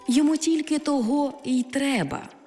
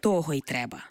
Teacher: Отже, у непрямих відмінках ці займенники зберігають свій наголос на другому складі, якщо їх вживають без прийменника · Shown in: first take